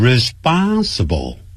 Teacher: 负责的这个词要念成 responsible 后头的 p 要发 b